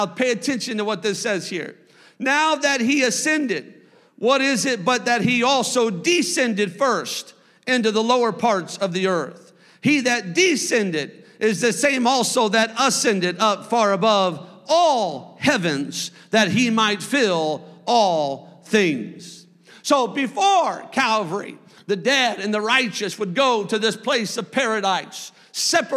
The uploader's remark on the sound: a service recording from Connect Point UPC